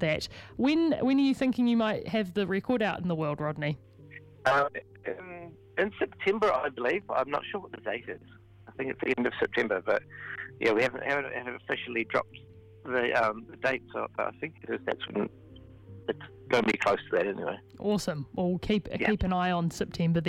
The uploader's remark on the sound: phoned in to chat